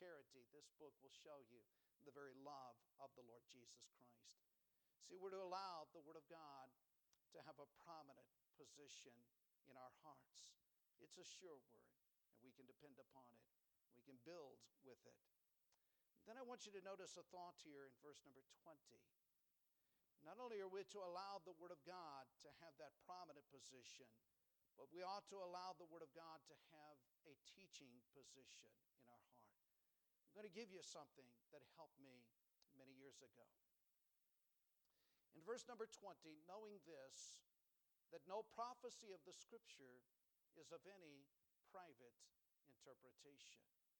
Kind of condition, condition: setting, large echoing room